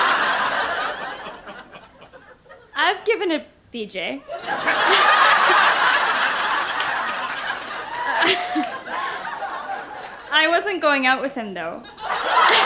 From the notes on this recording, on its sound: Recorded live in Vancouver, BC.